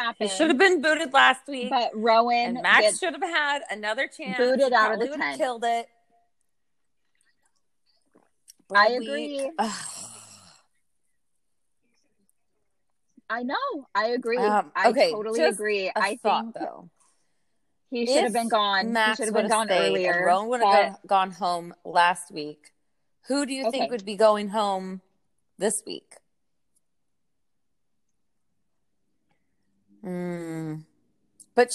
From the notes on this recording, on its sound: This episode has lots of technical difficulties. Dialogue is overlapping and not matching up at all!